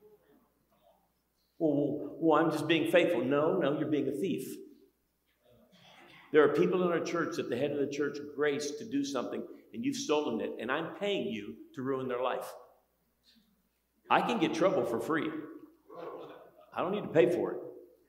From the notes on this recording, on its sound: Every February, pastors and leaders from around the country gather together at our leadership conference. Here’s one of the recordings from our 2023 Leadership Conference.